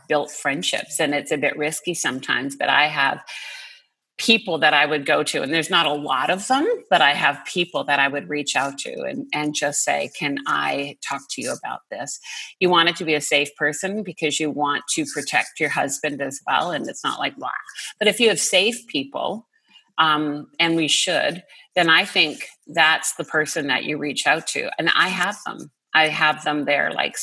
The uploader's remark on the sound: listen in on this group zoom conversation